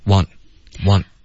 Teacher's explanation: want 的发音别发成往 Okay,它是一个啊，然后舌尖顶着上颚